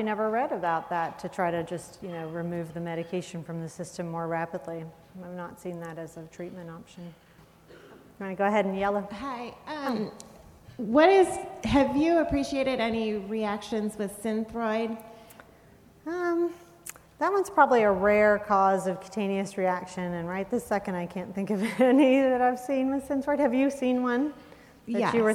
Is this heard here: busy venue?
yes